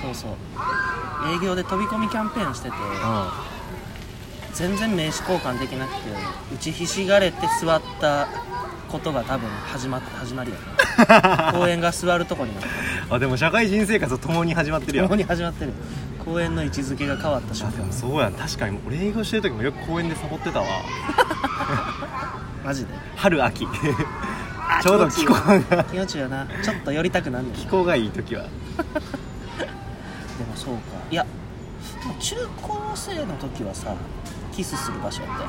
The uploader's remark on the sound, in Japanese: あまりに天気が良かったので試しに公園で収録してみました。（雑音めっちゃ入ってます、、すみません。）。外録。